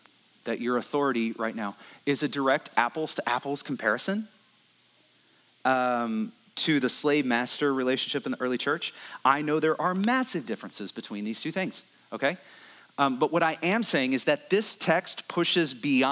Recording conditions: large echoing room